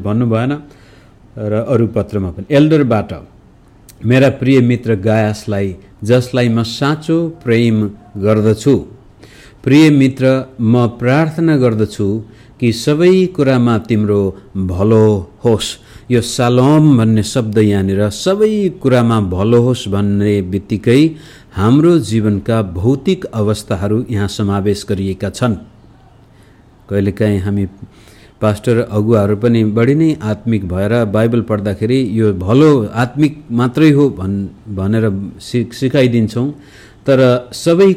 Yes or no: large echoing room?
yes